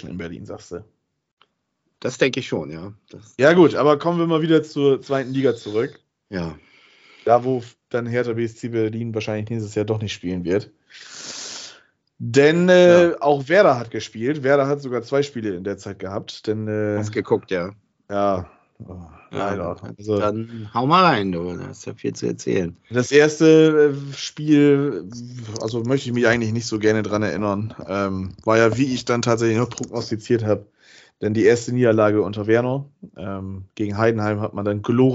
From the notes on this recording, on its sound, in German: Aufgezeichnet am 01.04.2022 via Skype.